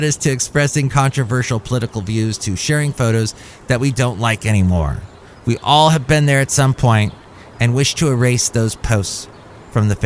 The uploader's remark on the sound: podcasts live from Cafe Anyway